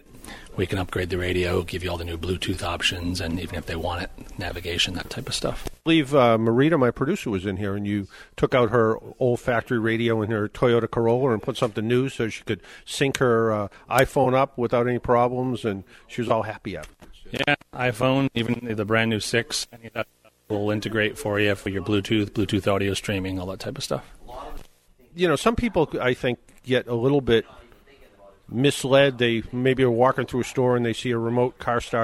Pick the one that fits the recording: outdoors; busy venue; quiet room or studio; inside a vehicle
busy venue